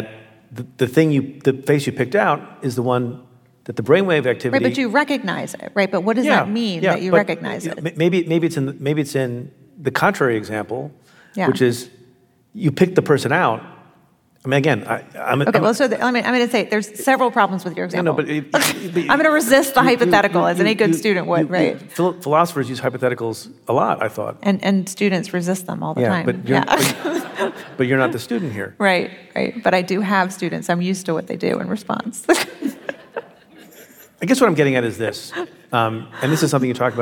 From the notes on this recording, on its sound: The conversation took place in San Francisco on April 16th at the Sydney Goldstein Theater, and was hosted by City Arts & Lectures.